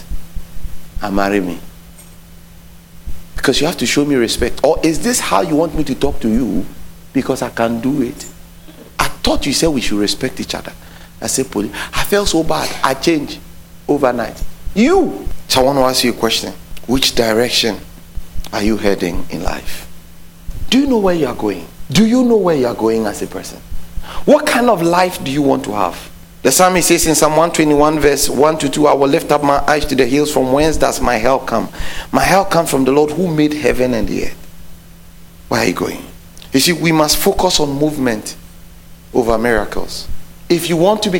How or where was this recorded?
large echoing room